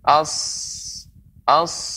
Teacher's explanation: ketika dia disukunkan tetap keluar nafas mengalir as as ya tetap menjaga tidak boleh monyong bukan hmm. · Term: huruf sad